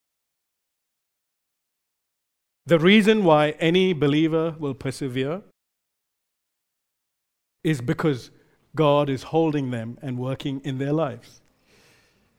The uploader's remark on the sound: Recorded live at Grace Community Bible Church.